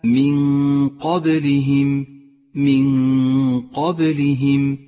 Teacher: النون الساكنة وبعدها حرف القاف، نخفي النون بالقاف مع بقاء غنة للنون زمنها حركتان، وهي غنة مفخمة · Term: الإخفاء